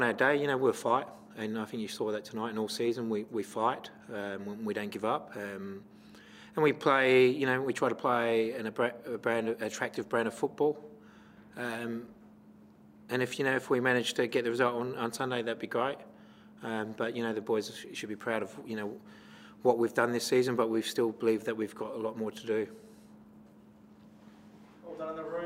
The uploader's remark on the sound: Post-Match Press Conference